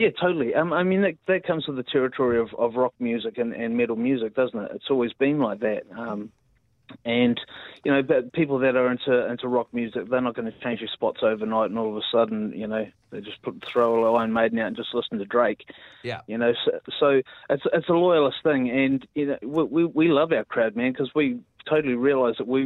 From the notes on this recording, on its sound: joins us on the phone